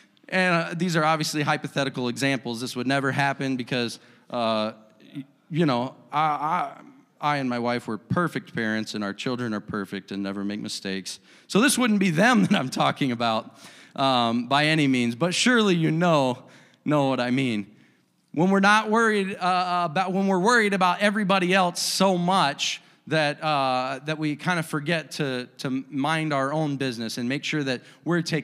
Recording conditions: large echoing room